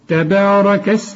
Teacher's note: الراء مفخمة، الكاف مرققة